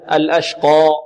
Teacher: والألف في الأشقى تفخم. لماذا؟ لأن القاف قبلها مفخمة والألف تتبع ما قبلها